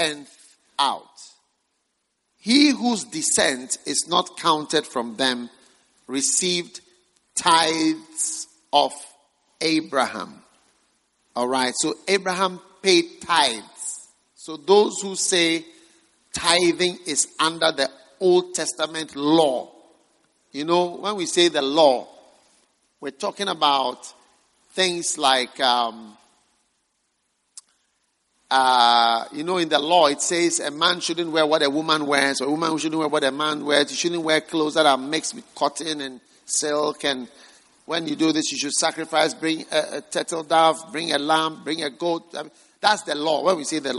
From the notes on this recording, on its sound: Preached at the First Love Center, Accra.